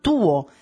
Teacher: Poi ci sono le dentali come la T di tuo, la D di due, e questi suoni si formano accostando la punta della lingua ai denti o alle gengive